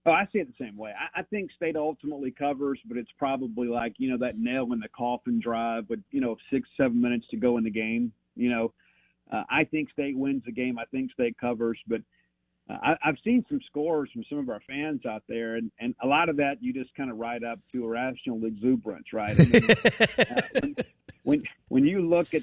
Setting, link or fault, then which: link, phone line